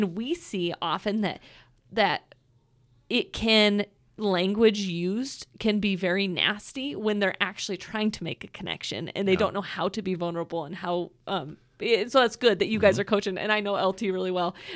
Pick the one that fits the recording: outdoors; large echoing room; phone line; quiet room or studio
quiet room or studio